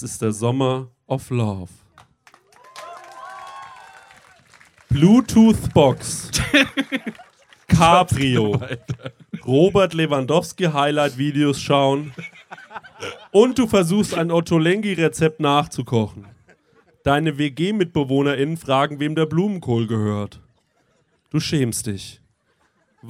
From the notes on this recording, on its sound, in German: Sommerfest Live. Lauschet dem Live Podcast, der vor Ort gepredigt wurde.